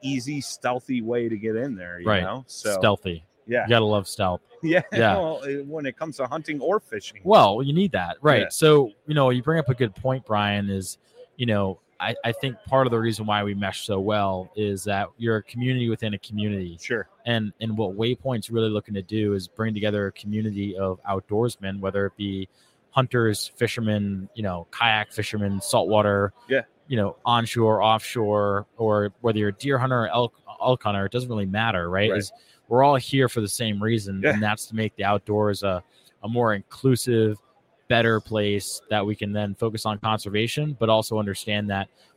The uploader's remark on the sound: OG Show Live From ICast- Waypoint TV.